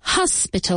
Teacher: Hospital, con una H aspirada.